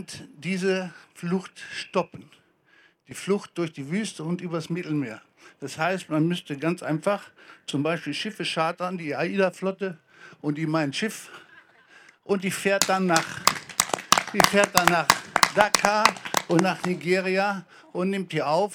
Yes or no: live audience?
yes